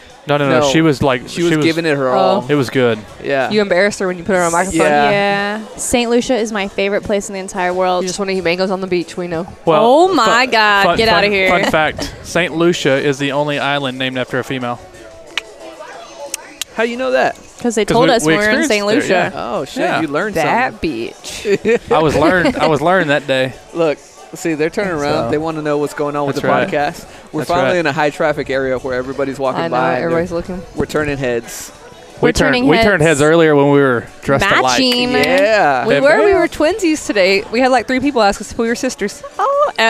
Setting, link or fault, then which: setting, busy venue